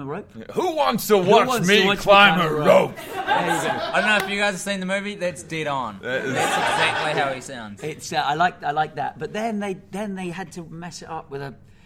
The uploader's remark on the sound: As part of the NZ International Comedy Festival, the boys have recorded the epsiode live in front of an audience in downtown Auckland at New Zealand's only full-time comedy club, The Classic.